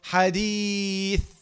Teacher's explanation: لو لاحظت حديث المد الطبيعي تحول لمد عارض